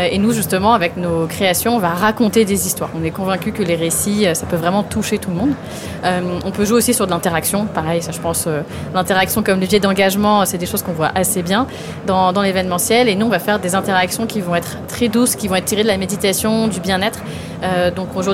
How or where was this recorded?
busy venue